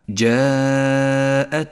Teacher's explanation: تأمل المد المتصل في كلمة جاءتهم، جاءتهم، اجتمع حرف المد والهمزة في كلمة واحدة، يمد 5 حركات وجوبا ولذلك لون بالأحمر إشارة إلى زمن وموقع المد، وإياك أن تنسى بعد المد مباشرة صفة الهمس لحرف التاء